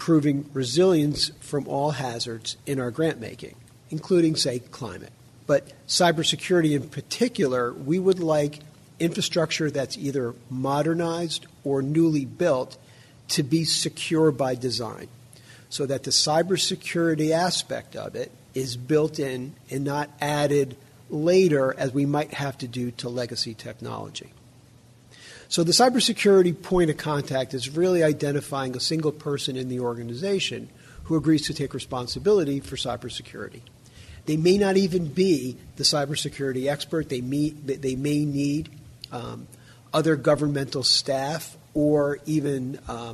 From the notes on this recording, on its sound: in a recent interview on the sidelines of the Institute for Critical Infrastructure Technology’s spring conference in Arlington, VA